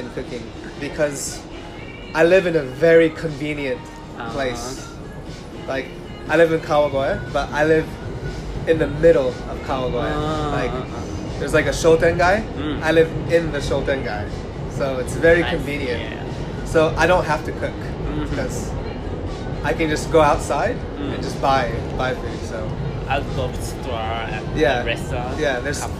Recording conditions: sounds in the background